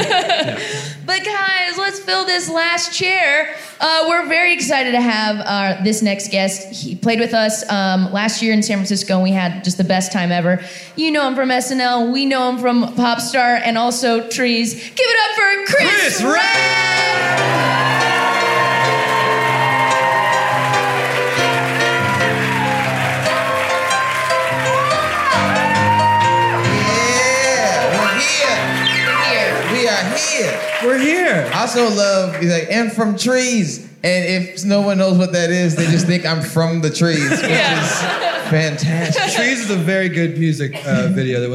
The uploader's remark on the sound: live from the Moontower Comedy Festival